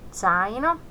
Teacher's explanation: Z on zaino, terävä TS.